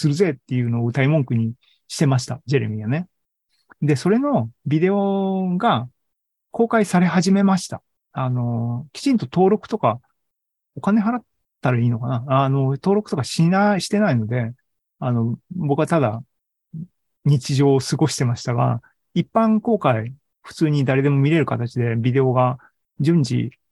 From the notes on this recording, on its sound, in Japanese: ２０２２年１１月３０日に開催した ZOOMライブの模様です